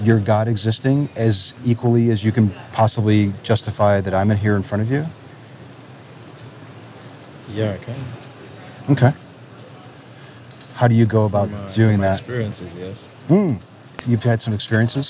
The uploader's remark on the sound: Location: San Antonio, Texas. Recorded w/Go-Pro.